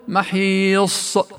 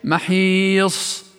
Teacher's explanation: أو ممكن بالمبالغة بالهمس يصبح وكأن فيه قلقلة، كمن يقول محيص، لاحظ كأنه زاد همزة أو قلقل · Shown in: first take